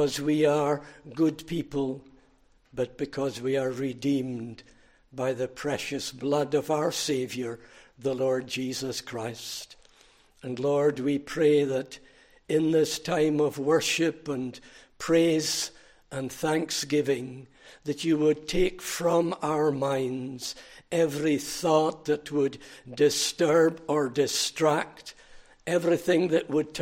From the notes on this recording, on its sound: recorded at North Harris Free Church on the morning of Sunday, 29 July 2023